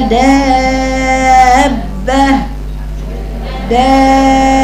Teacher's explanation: على دابة يرتفع صوت الباء المشددة · Term: النبر